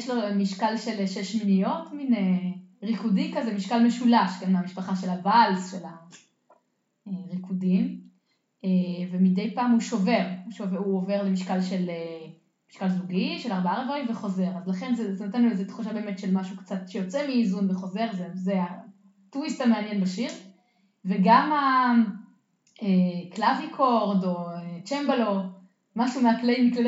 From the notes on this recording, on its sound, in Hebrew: ההקלטה באיכות פחות טובה מבדרך כלל